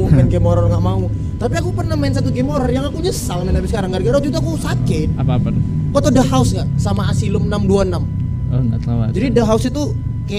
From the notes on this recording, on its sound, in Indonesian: Ngobrolin Game Di Rooftop. Mohon maaf banyak suara kendaraan. Hostnya pada goblok milih tempat take podcast.